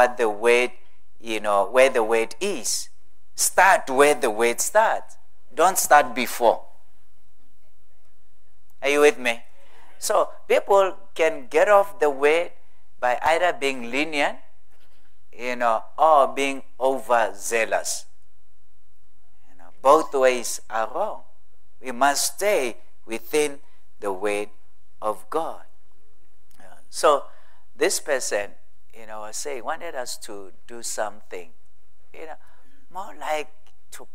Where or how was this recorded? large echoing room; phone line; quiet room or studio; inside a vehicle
large echoing room